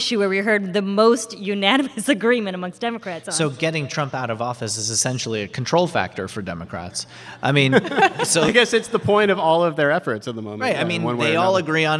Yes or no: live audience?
yes